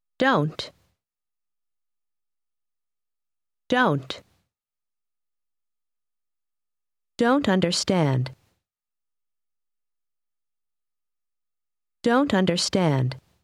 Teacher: le mot don't a un son qui s'efface presque et qui devient une partie du mot suivant